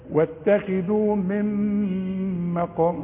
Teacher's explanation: نون بدون تشكيل بعدها ميم، لازم تغن ادغام كامل بغنة. نقول واتخذوا من، الزق في شفايفك في الميم اللي عليها الشدة، واتخذوا من مقام، واتخذوا من مقام ابراهيم مصلى.